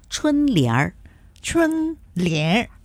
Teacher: 这个春联的话呢，我们加一个儿化音会更好